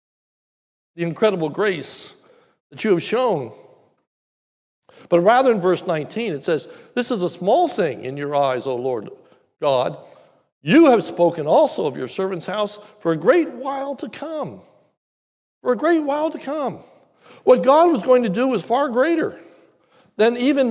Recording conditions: large echoing room